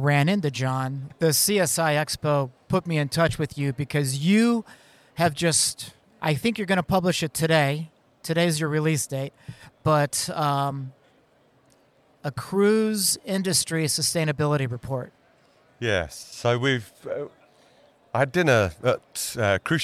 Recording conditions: busy venue